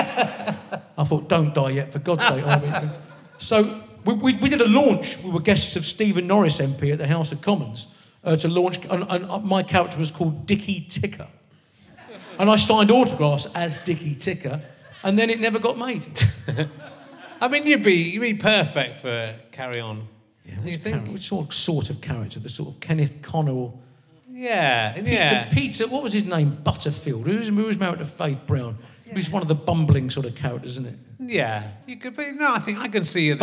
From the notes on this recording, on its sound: RHLSTP comes to the Marlowe Theatre in Canterbury. With an audience smart enough to get a Thomas a Beckett joke.